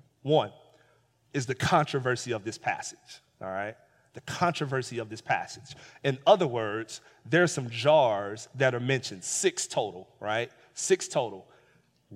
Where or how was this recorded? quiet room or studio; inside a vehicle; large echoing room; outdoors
large echoing room